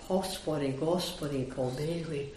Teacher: this Gospodi, Gospodi, Gospodi has just got this open O